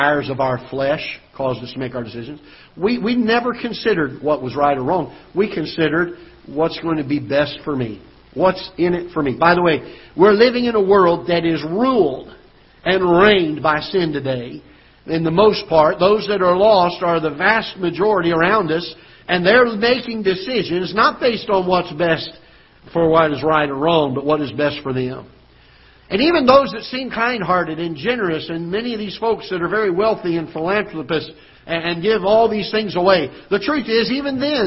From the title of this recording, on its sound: Ketha Heights Baptist Church ~ Live Broadcast